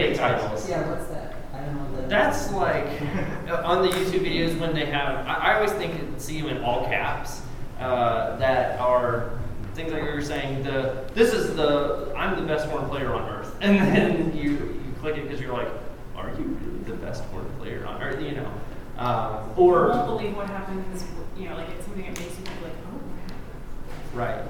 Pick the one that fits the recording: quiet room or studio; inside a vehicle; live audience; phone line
live audience